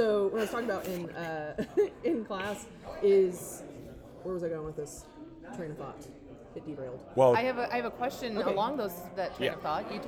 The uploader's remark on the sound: Live From the Texas Animal Control Association's 48th Annual Training with the Humane Educators of Texas.